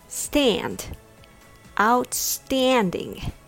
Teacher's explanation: The key to nailing this word is stressing the second syllable stand. Give it a little extra push, stand.